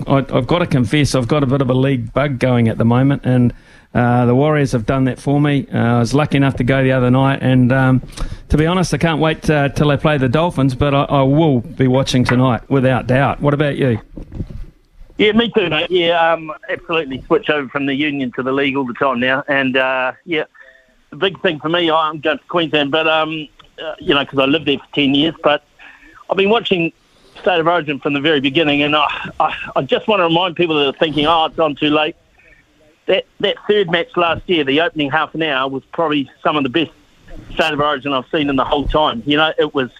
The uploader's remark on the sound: We've thrown the phonelines open for you to have your say on the sporting landscape.